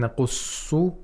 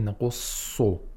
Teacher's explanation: And the sod has shadda. Sod is pronounced from the same place as seen, except we have tafkhim. · Shown in: second take